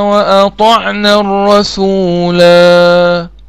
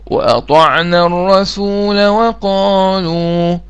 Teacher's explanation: بألف، يعني بمد طبيعي حركتين · Shown in: first take